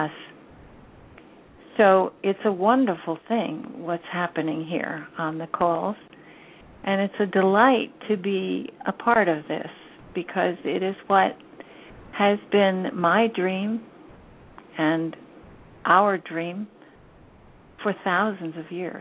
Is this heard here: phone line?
yes